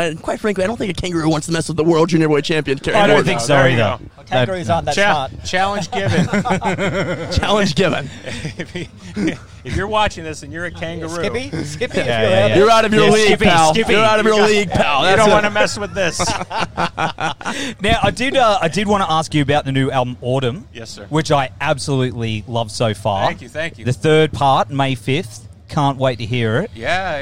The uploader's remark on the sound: The Everblack Podcast teamed up with Heavy Mag at The World Is A Vampire Festival in Brisbane